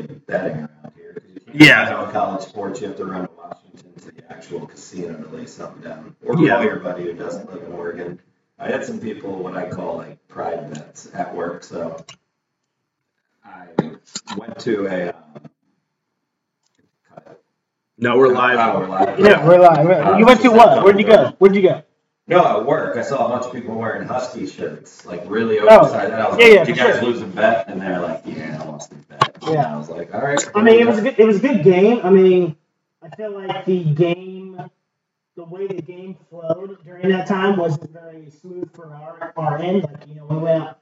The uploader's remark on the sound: This episode was recorded right from our live stream where we had some sound issues.